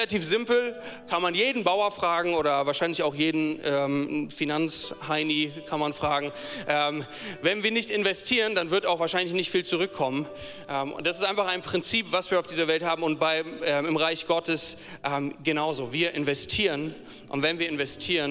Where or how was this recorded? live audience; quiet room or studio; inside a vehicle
live audience